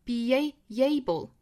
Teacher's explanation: be 和 able 连读，这是属于元音加元音连读